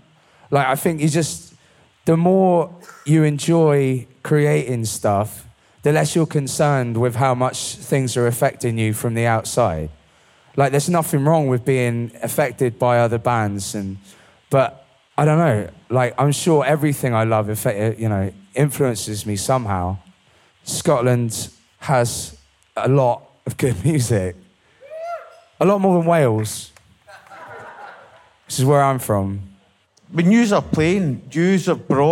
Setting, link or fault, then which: setting, live audience